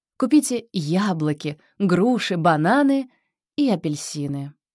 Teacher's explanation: Повышение тона на каждом элементе, кроме последнего. · Term: Интонация перечисления